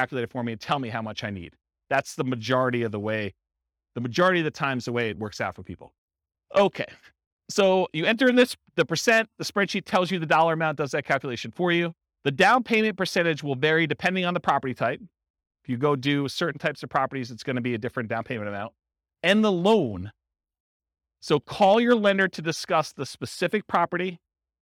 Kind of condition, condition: setting, live audience